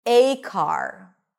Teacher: you're not going to use the schwa, you're going to use the a diphthong